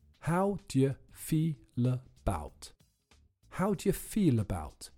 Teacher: Do you becomes dir or even dje, and the u from about borrows the l from the end of feel